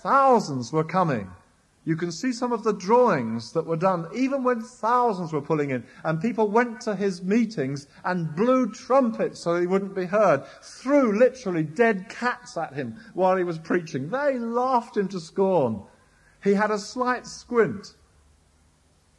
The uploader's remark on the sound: was recorded at Downs 1983